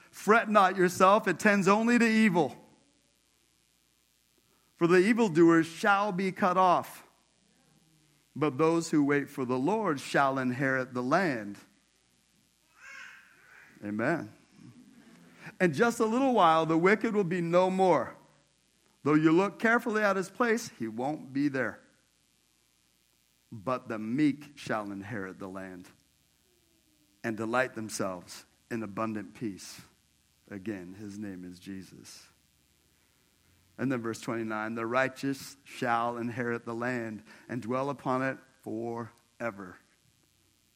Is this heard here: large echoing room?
yes